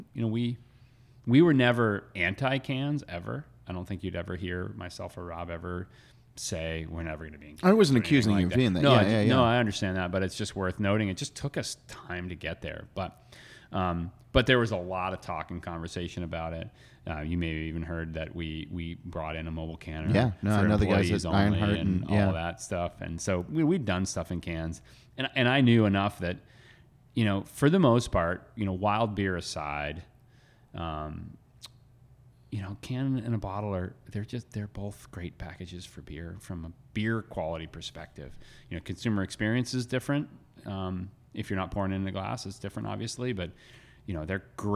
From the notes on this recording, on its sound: At Allagash Brewing in Portland, Maine. In this conversation, recorded at Allagash.